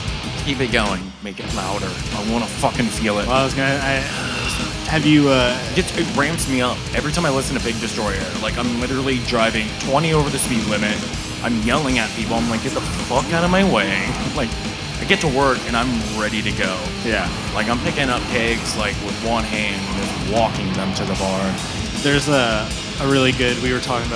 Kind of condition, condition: setting, busy venue